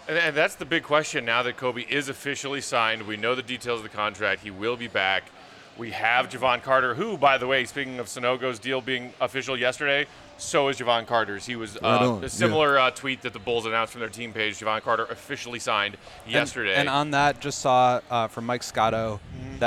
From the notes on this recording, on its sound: The CHGO Bulls crew are LIVE from Victory Burger & Wings at Circa Resort & Casino for their final Summer League show in Las Vegas!